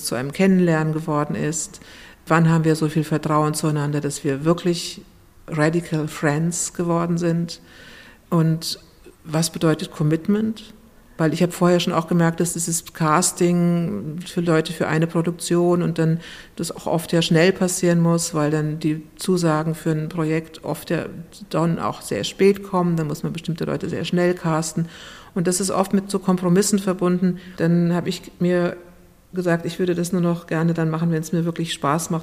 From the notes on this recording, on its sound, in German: auf dem DIS-Tanzen Festival geführt